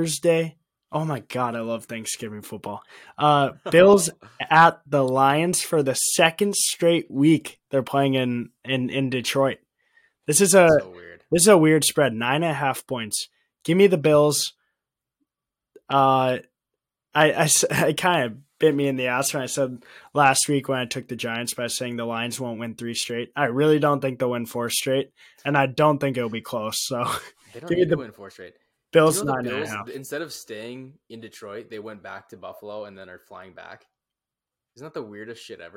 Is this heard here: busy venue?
no